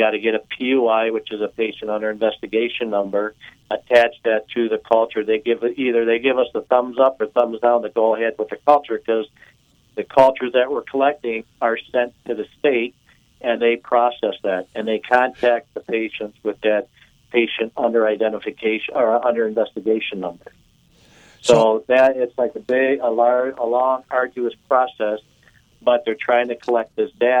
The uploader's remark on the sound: joined on the phone